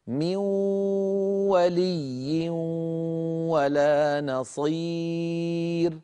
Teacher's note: مثلا بدنا نقول من ولي ولا نصير، نون ساكنة بعدها واو، تنوين بعدها واو، نقولها هكذا من ولي ولا نصير، من ننتقل من الميم إلى الواو مباشرة، ولكن هذه الواو معها غنة من الخيشوم، هي غنة النون المدغمة. من أجل هذا نسمي هذا الإدغام إدغام ناقص، إدغام ناقص، أو نسميه إدغام بغنة.